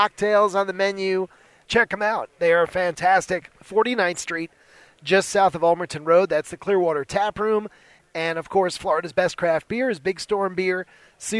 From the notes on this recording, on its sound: At The NFL Scouting Combine. The head coach is back for a live sitdown from Radio Row at the Combine.